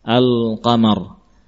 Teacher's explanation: Al-qamar, lamnya muncul, qafnya juga terbaca dengan jelas